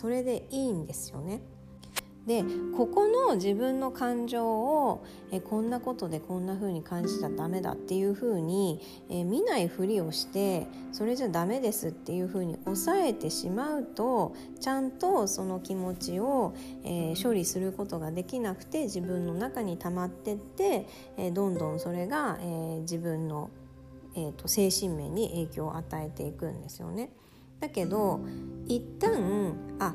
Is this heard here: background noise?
yes